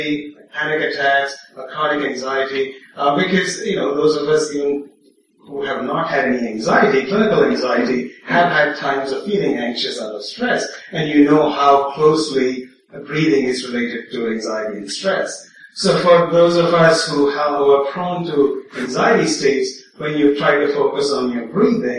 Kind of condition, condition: fault, poor sound quality